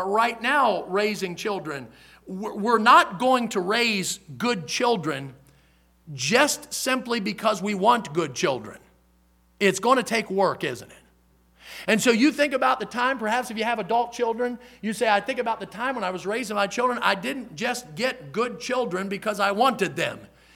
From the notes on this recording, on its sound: In the Sunday Evening Service on February 26, 2023, at Victory Baptist Church in Boonsboro, Maryland.